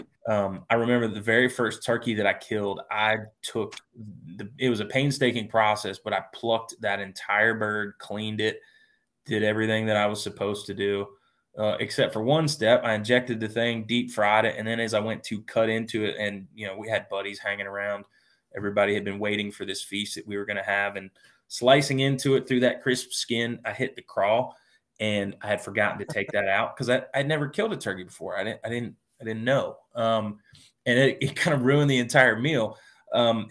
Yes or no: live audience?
no